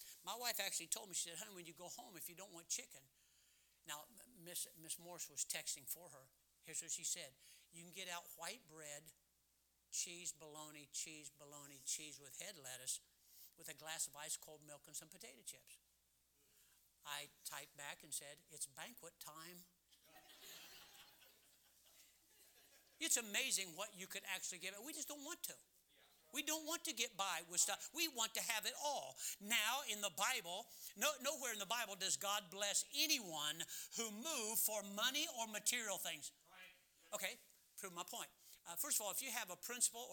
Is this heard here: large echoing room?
yes